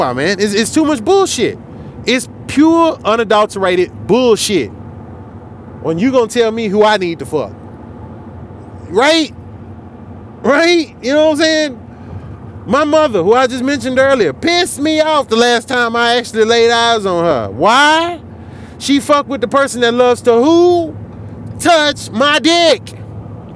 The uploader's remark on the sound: I'm coming to you live on the road to OKC.